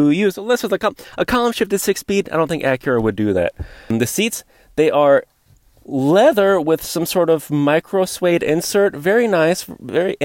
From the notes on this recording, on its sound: takes you along for a live drive review